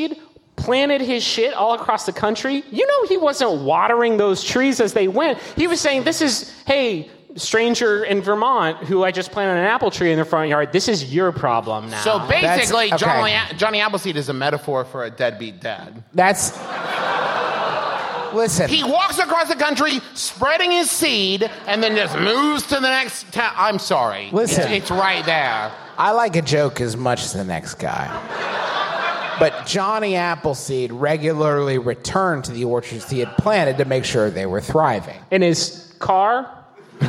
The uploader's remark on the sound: Live from the Masonic Lodge at the Hollywood Forever Cemetery!